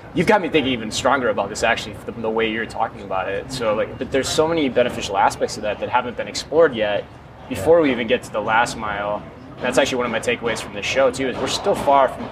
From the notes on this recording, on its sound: live from Groceryshop